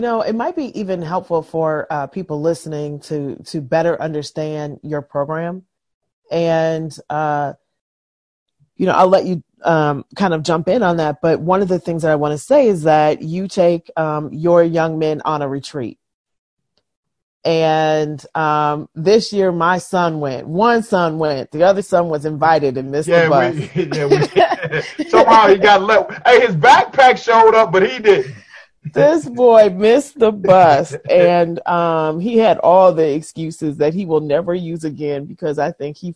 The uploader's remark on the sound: Over Zoom.